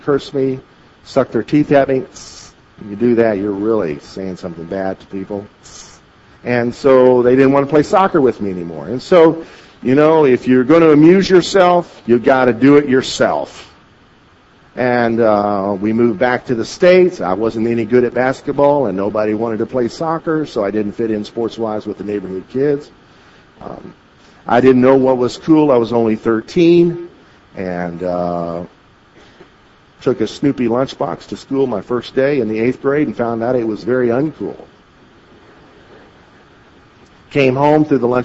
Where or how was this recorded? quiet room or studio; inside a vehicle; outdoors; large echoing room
large echoing room